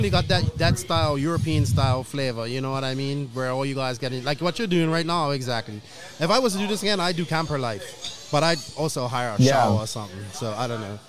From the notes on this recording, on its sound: Live from Day #2 of Qualifying at the ROAR Fuel Nationals. Hopefully the internet cooperates with us and we can do this live so bare with us please.